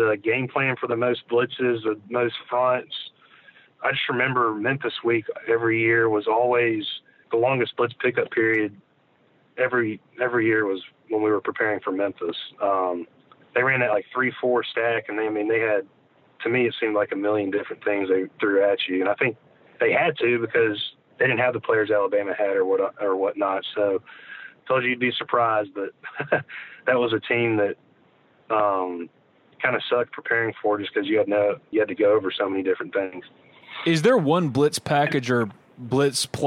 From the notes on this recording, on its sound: on the Modern Woodmen phone line